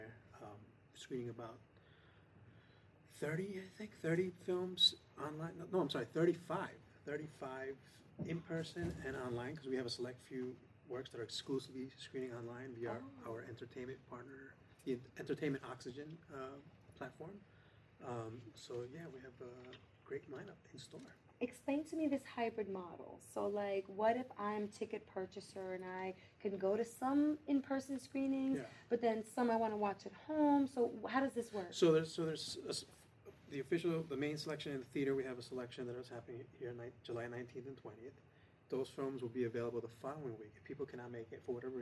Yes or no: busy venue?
yes